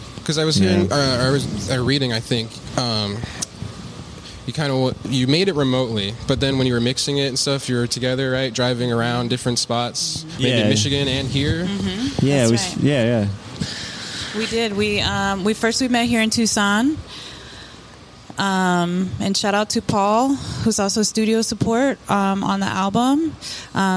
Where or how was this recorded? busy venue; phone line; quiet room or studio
busy venue